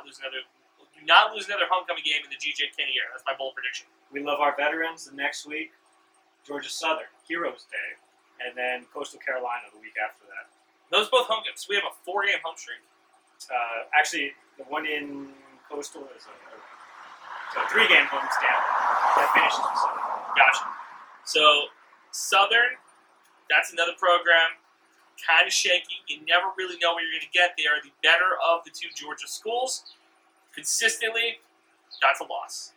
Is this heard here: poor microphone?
yes